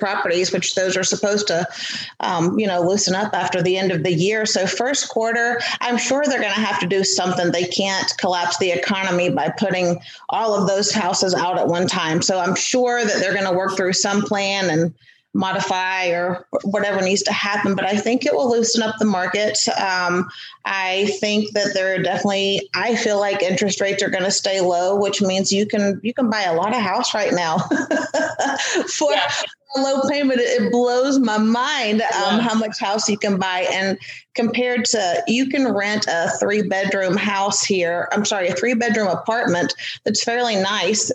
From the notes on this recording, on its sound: this is a Zoom interview & the quality is okay